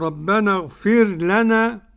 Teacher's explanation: إدغام الراء الساكنة في اللام